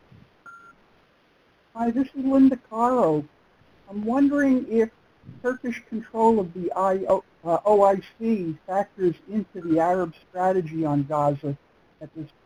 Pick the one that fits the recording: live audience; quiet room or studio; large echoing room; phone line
phone line